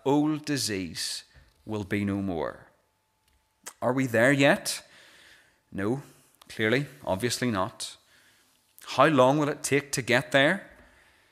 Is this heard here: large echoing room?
yes